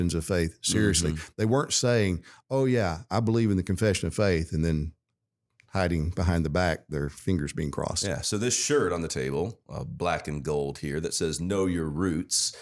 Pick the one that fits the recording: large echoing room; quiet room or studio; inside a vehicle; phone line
quiet room or studio